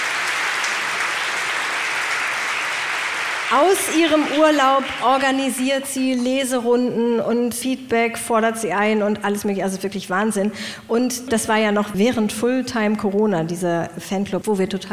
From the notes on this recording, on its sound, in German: Live-Podcast mit Publikum. On Tour in der Fabrik in Hamburg.